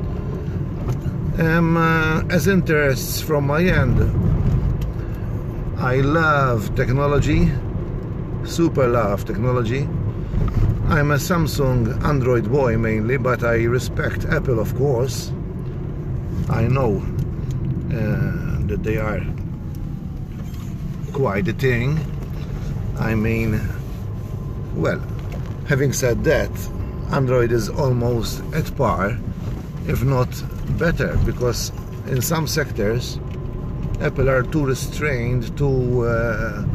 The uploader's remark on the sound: My 1st podcast! ...from my car. Podcasting for the first time from my car.